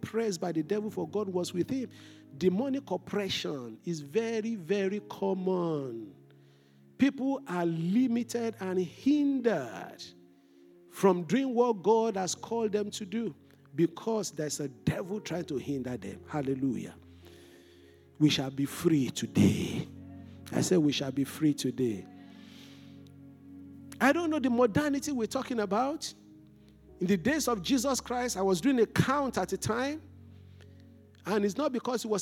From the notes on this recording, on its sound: This Sunday Service message. Fountain of Love, RCCG Aberdeen, UK.